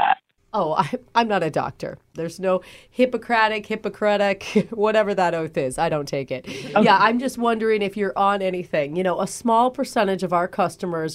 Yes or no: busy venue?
no